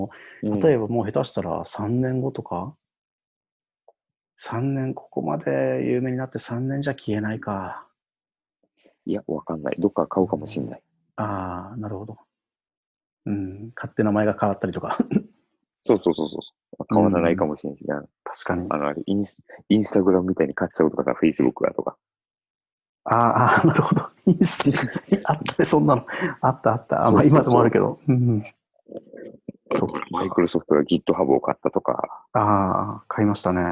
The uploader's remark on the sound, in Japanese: 友達とzoomで録音してみました。